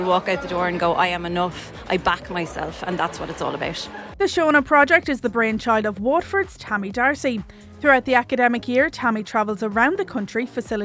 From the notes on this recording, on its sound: We catch up with some of Ireland's leading female speakers at Shine Festival 2023